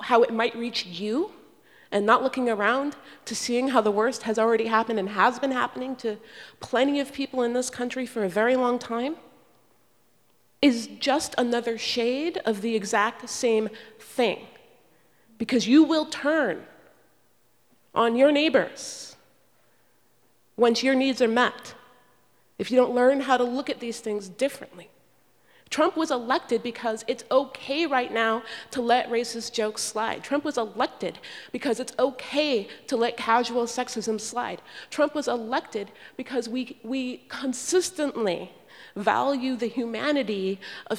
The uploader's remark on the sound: This “Nasty Women” book tour event was presented by Town Hall Seattle in partnership with NARAL Pro-Choice Washington at Seattle First Baptist Church.